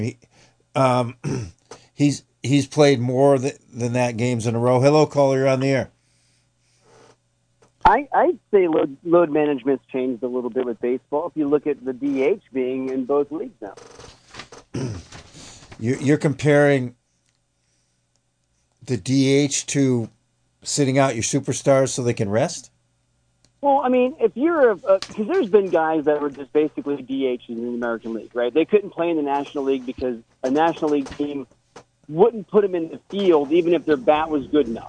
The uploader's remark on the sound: An hour of community call ins about all things sports.